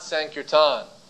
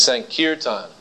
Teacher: That's the only place the accent goes, right in the middle. · Shown in: second take